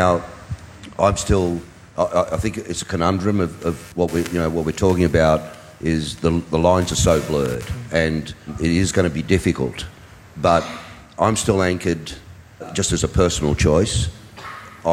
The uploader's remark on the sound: LIVE from Indie-Con. Travels to Australia for an Indie-Con panel.